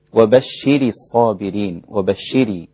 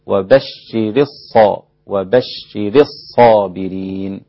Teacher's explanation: لابد أن تعطي للراء حقها في الكسر فقط وتنتقل مباشرة إلى الصاد · Shown in: second take